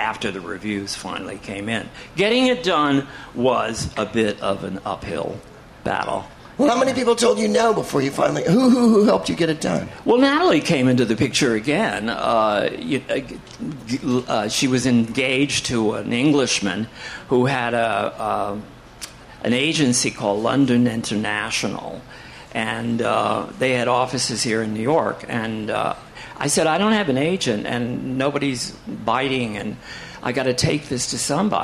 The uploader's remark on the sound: Live from Joe's Pub in New York City